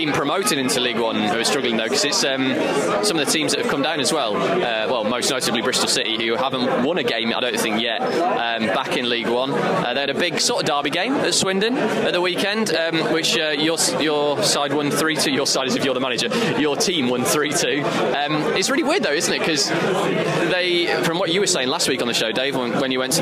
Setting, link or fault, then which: setting, busy venue